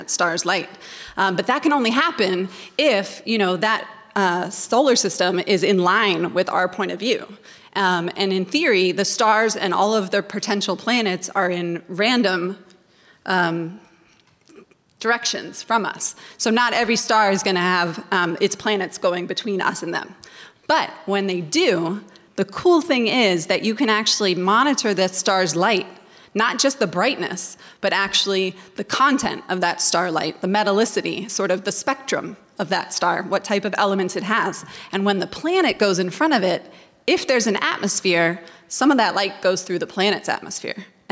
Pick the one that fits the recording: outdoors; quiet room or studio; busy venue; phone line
busy venue